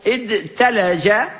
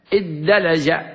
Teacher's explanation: والدلج أيضا يروى بصيغة افتعل، أصله ادتلج وأدغمت تاء الافتعال في الدال، أبدلت دالا وأدغمت في الدال ادلج. الدال المجهورة الشديدة أثرت في التاء المهموسة الشديدة وقلبتها إلى دال مجهورة · Shown in: second take · ثم أدغمت الدال في الدال لتوالي الأمثال.